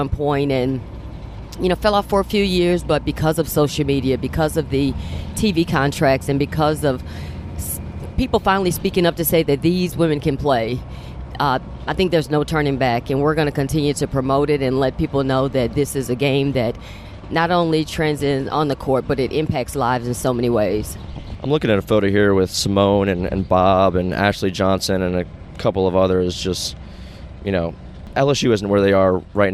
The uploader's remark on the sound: On the bus ride to the airport